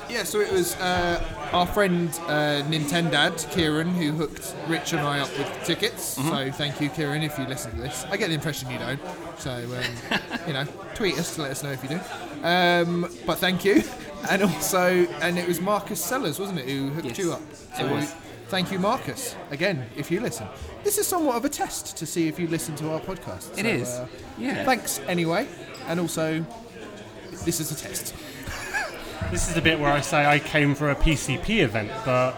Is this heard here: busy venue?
yes